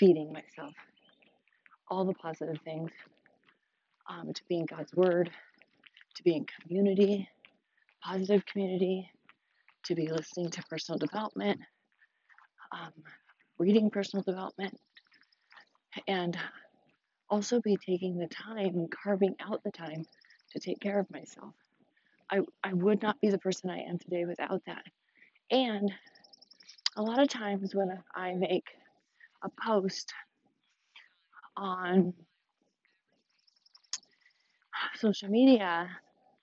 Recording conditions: outdoors